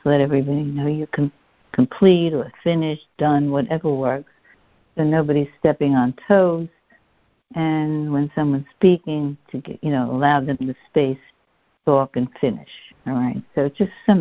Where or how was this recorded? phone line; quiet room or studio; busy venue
phone line